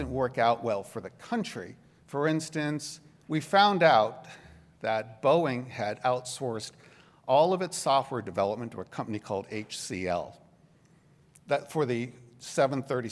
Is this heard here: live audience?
yes